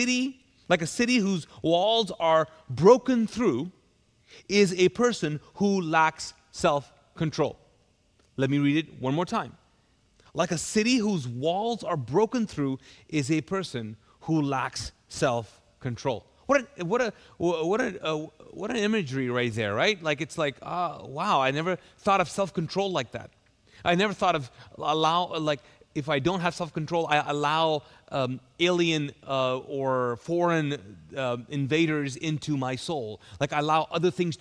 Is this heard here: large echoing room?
yes